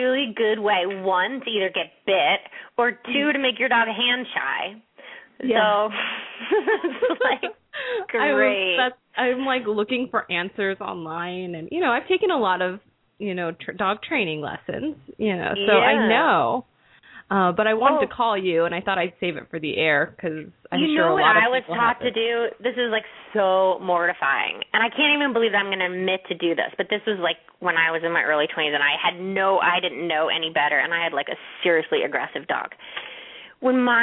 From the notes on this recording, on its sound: open up the lines for listeners to call